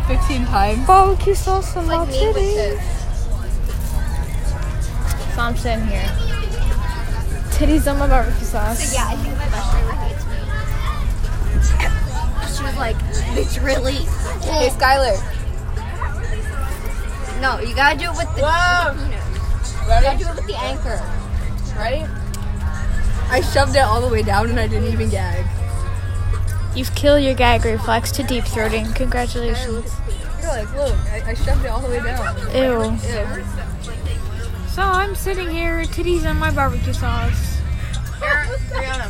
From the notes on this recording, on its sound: Recorded on a bus